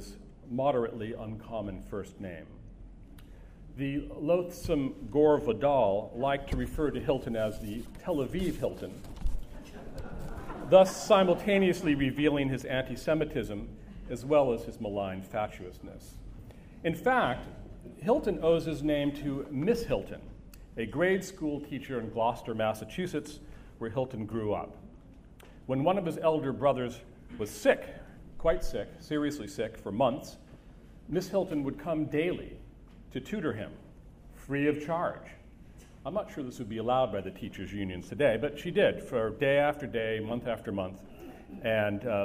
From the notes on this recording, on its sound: Delivered remarks at the memorial reception. The reception took place on May 9, 2012 at the Century Club in New York.